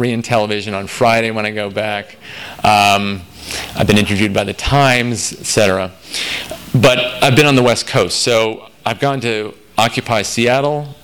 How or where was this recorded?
live audience